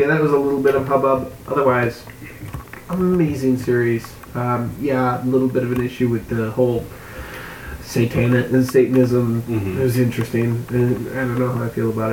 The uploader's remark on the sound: The audio goblin struck again, so the producer tried his best to make it better and apologizes for said goblin.